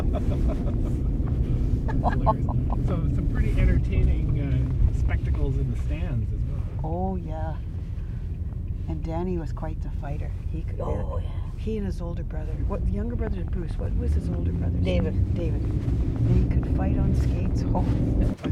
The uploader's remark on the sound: rides in an old half-ton truck